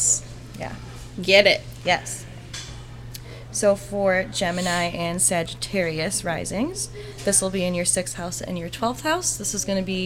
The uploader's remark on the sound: We hope you enjoy the sounds of the city as we record in our store front at 8 Jefferson in GR, MI.